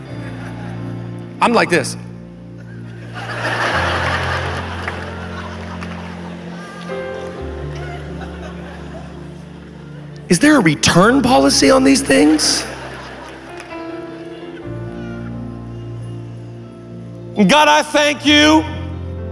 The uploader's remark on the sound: VOUSCon Sunday. Live from VOUSCon 2023.